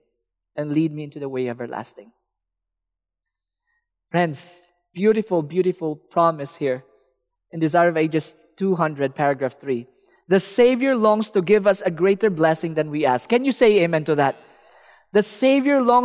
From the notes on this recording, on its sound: Welcome to the 2021 Michigan Conference Campmeeting.